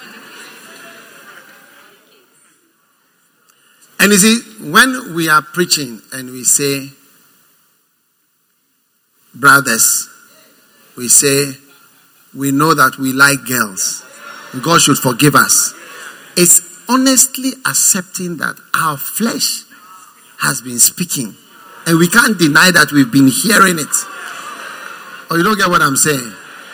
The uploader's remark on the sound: Preached at the First Love Center, Accra.